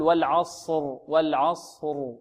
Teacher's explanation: الصاد تخرج من طرف اللسان بينه وبين طرف الثنايا العليا والسفلى، وفيه إطباق وفيه استعلاء